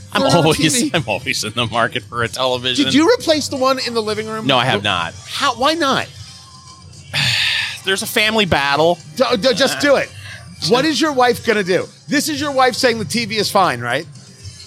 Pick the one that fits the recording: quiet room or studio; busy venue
busy venue